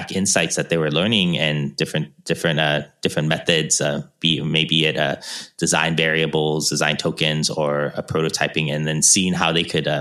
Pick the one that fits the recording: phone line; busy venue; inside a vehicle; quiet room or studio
quiet room or studio